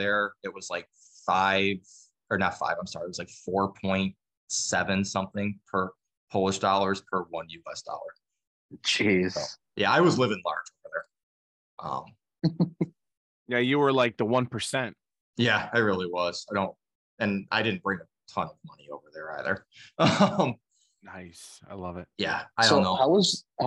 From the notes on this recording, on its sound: the audio for this episode is a little choppy